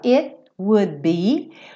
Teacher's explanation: no would eu já tô fechando pro be, então esse D nem aparece